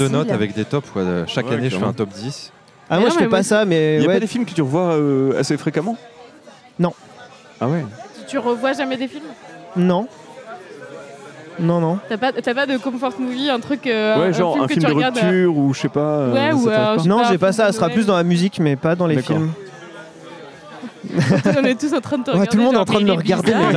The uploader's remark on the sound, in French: Merci également au Boudin bar de nous avoir permis d'enregistrer notre premier épisode au-delà du périph ! Merci également au Boudin bar de nous avoir permis d'enregistrer notre premier épisode au-delà du périph !